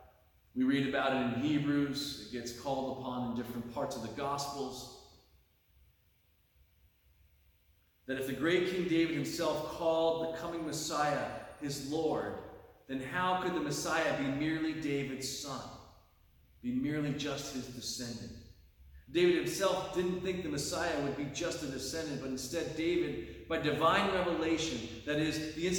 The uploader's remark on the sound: delivered on Sunday, October 29, 2023 at Pottersville Reformed Church